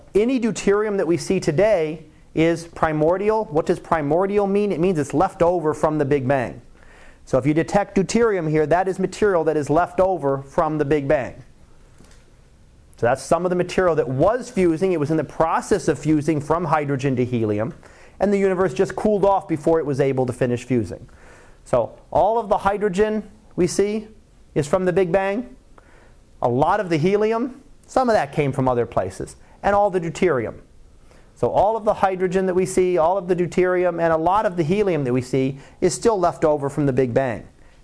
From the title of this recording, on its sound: Live Class Lecture